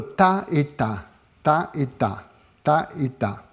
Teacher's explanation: C'est le contraste entre un ta dental où la pointe de la langue touche les dents ou les alvéoles et ta où la pointe de la langue est, on appelle ça rétroflexe, est un tout petit peu en arrière